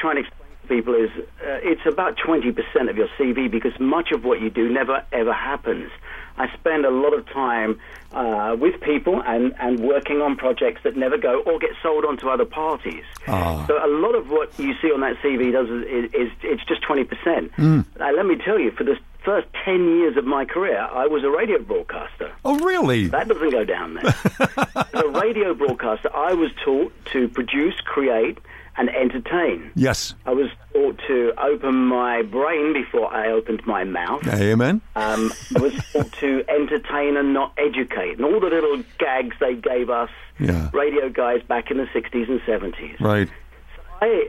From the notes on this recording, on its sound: called in from England